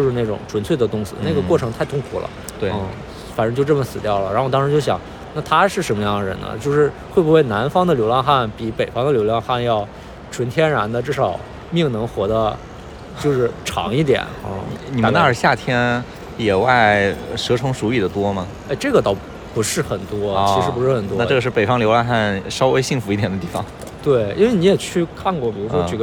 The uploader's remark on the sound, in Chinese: 本期录制于亚运会期间的萧山机场